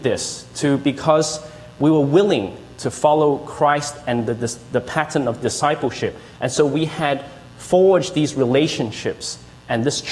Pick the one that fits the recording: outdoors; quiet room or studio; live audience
live audience